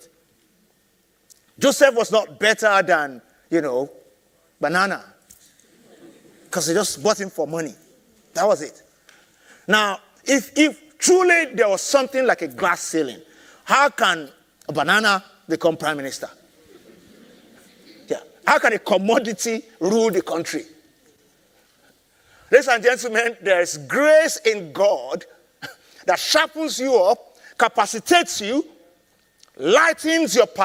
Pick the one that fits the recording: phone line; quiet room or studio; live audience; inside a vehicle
live audience